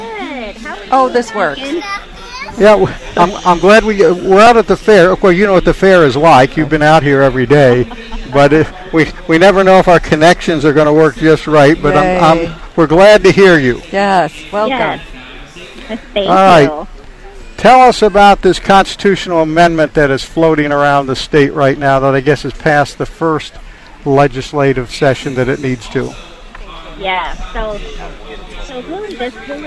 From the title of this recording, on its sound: Live at the Iowa State Fair 2021